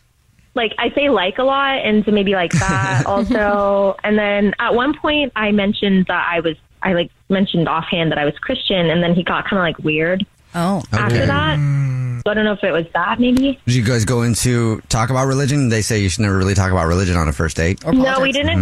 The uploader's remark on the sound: Is on the phone. The woman on the phone has a Dirty Little Secret she is keeping from her family about her new boyfriend.